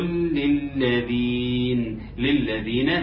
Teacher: اللام الأولانية المخففة واللام التالية المشددة